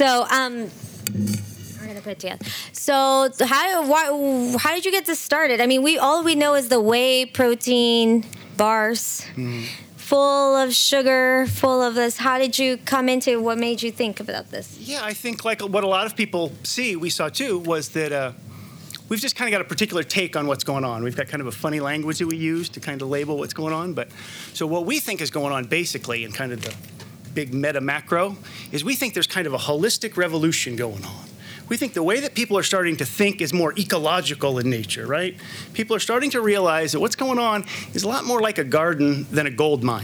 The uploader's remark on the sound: This talk was recorded on the Eat Drink Vegan stage at Vevolution Festival 2018